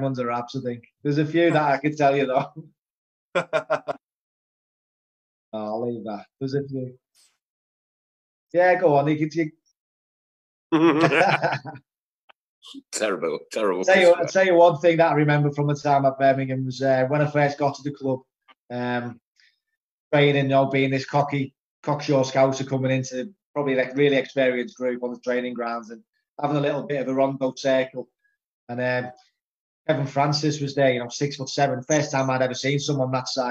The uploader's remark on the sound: episode recorded on Zoom